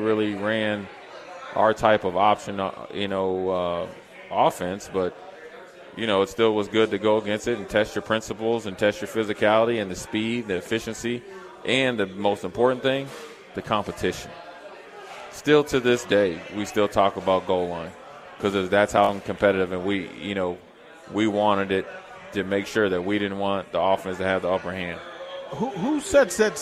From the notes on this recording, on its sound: LIVE from Mary Ellen's